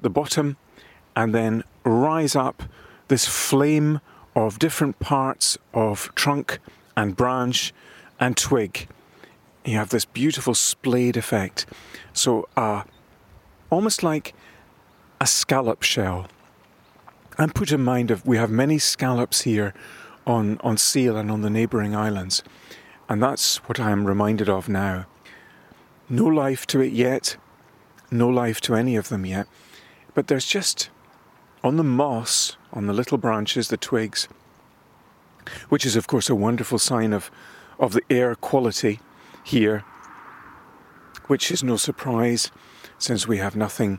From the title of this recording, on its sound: A beautiful and relaxing walk on the Isle of Seil